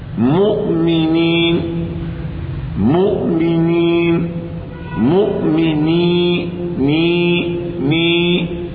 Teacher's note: وفي حالة الياء أزدت نطق الكسرة أقول مؤمنين مؤمنين مؤمنين ني ني، الكسرة ولد منها ياء، ولد منها ياء، مؤمنين ني ني، أنا أنطق كسرة النون ني ولدت منها ياء · Term: مد طبيعي